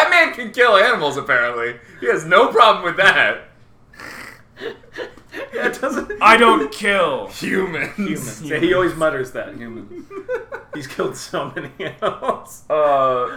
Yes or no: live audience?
no